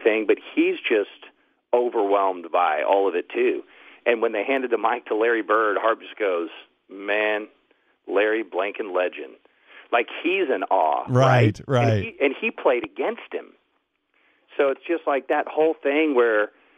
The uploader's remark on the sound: Called in live from San Antonio.